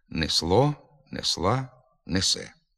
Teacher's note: А перед наголошеним складом зі звуками «о», «а», «е» нахил «е» до «і» менший